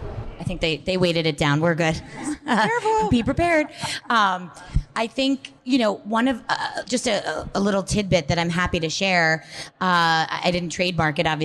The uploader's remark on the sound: For the inaugural monthly speaker series "HOW IT WORKS"... LIVE PODCAST (recorded now thankfully) at the magical #metroburb, Bell Works of Holmdel, NJ.